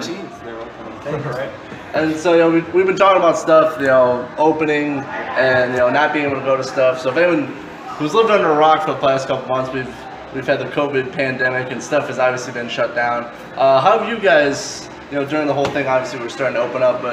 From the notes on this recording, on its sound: This interview was impromptu without any prepared notes or questions recorded at the Five Star Dive Bar in lovely Elkhart, IN.